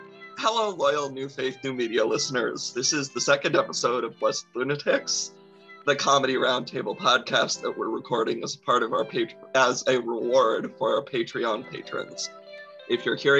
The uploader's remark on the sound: This means we hop on a zoom on a Friday night with drinks in hand and vamp about different topics.